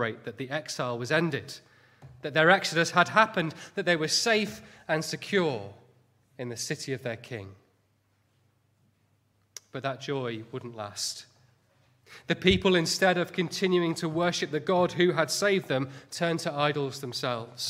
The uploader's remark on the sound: Sunday morning sermon